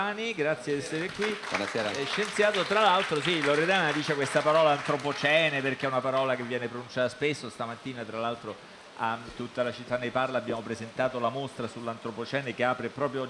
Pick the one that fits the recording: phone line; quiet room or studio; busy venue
busy venue